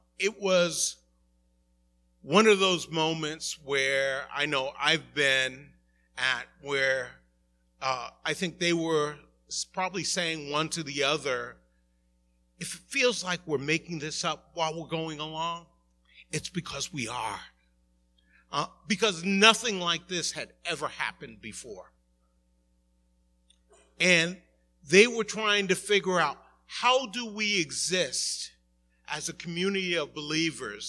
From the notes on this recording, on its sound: Recorded at the 11:30am Service